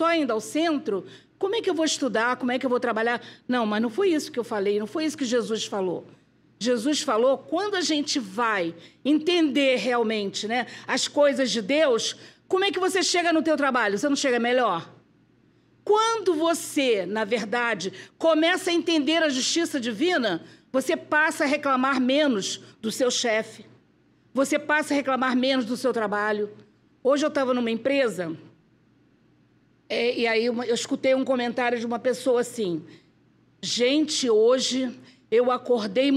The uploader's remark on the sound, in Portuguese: Palestra ao Vivo